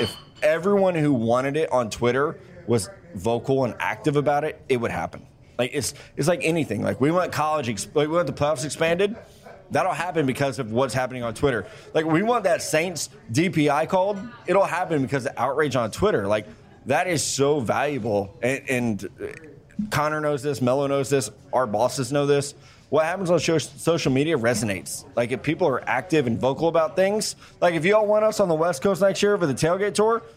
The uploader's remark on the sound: The crew is in Mobile, AL! Our first Senior Bowl show comes live from Draft Picks Taproom, in the heart of the action. Answer the crowd's #DraftOnDraft question.